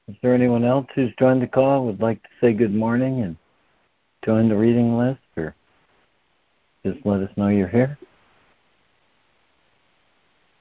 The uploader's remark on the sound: ACIM Daily Conference Call